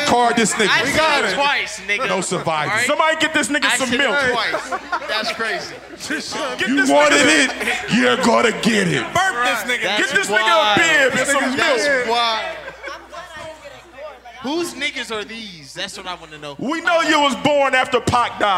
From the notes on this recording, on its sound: This episode was recorded live from Avalon for the 614 Day celebration festivities.